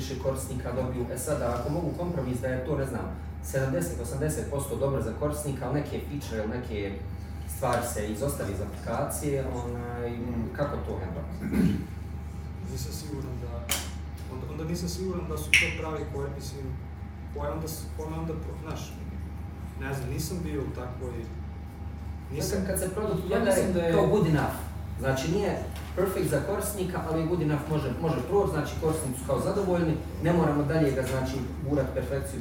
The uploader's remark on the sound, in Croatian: Panel diskusija u Sarajevu. Kompaniji Hulksapps u čijem smo prostoru bili i svima u publici. Audio oprema nam je zakazala u sred govorancije, tako da je zvučni zapis sa kamere.